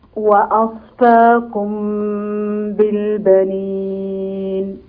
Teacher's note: الغنة طوليها شوية في الإخفاء الشفوي